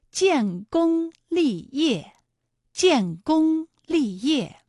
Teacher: 建功立业的建功二字呢，一个是有前鼻韵母烟，一个是有后鼻韵母翁 · Term: 前后鼻音